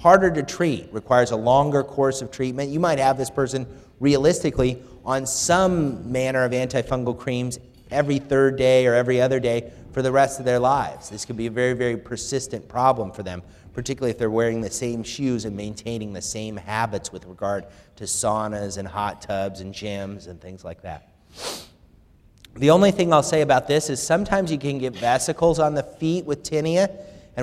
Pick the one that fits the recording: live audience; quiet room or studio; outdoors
live audience